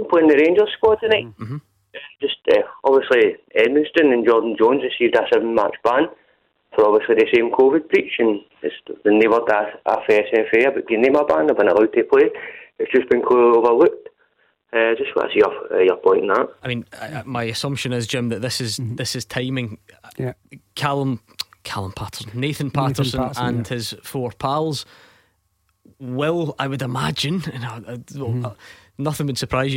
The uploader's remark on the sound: Clyde 1 Superscoreboard. Take your calls.